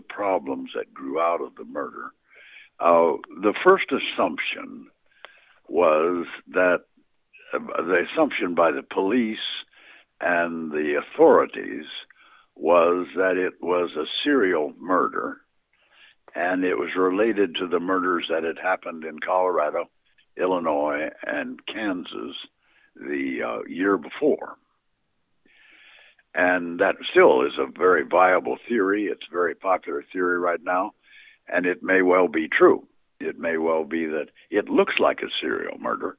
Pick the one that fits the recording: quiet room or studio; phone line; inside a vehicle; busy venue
phone line